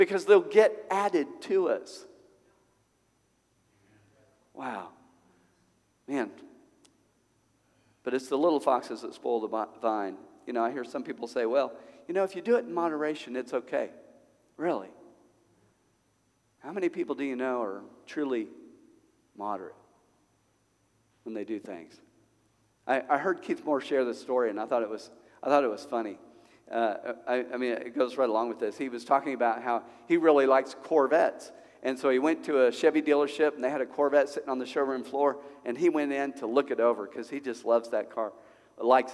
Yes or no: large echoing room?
yes